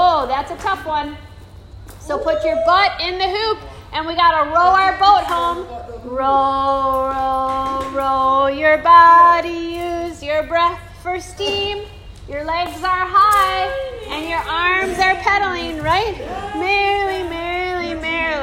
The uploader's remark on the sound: This is a live recording from a 30-minute Super Stretch Mini-Mindfulness & Movement Session for teenagers in ASD/DCD room